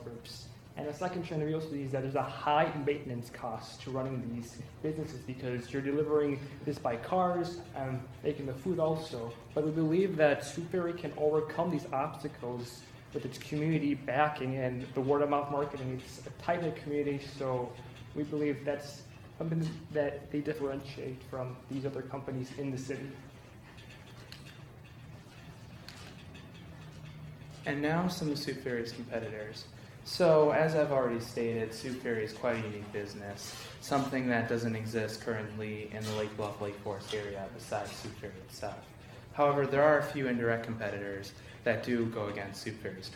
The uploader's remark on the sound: Small Business Client Presentations. Presentations by ENTP 346 students for local businesses. Recorded at City Hall, Lake Forest IL.